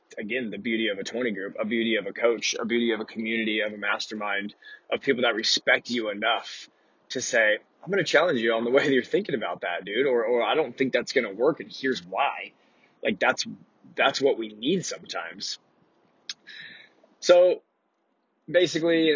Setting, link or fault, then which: setting, inside a vehicle